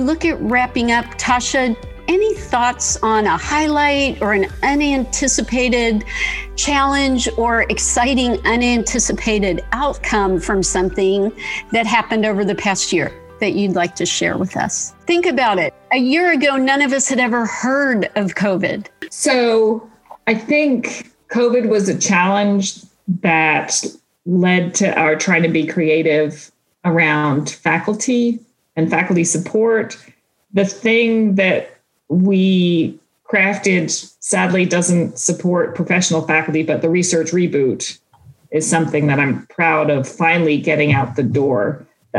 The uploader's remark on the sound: This episode was recorded on January 6th, 2021 via Zoom.